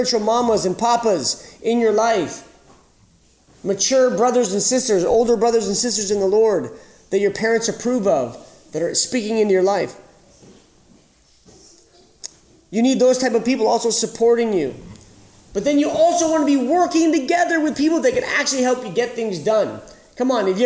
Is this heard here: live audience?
yes